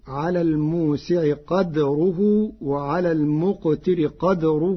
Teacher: قرأ ورش كلمتي قدره بإسكان الدال فتصير على الموسع قدره وعلى المقتر قدره متاعا.